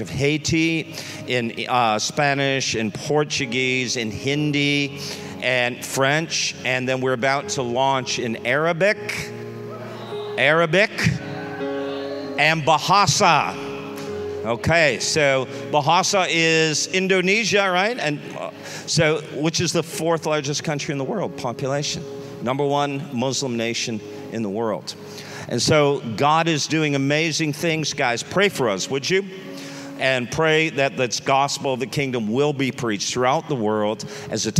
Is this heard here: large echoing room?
yes